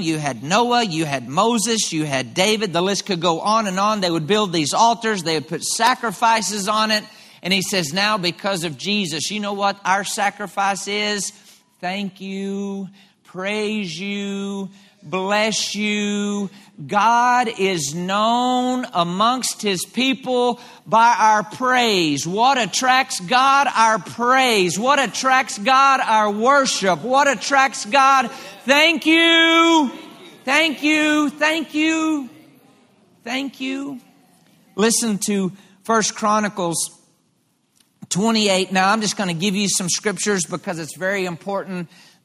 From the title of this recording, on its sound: LIVE Midweek Service 6.28.23